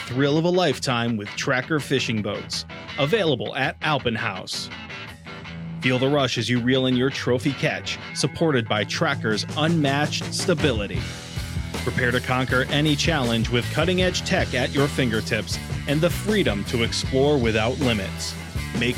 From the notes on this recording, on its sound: LIVE from Alpin Haus with a first look at the brand new showroom in Amsterdam.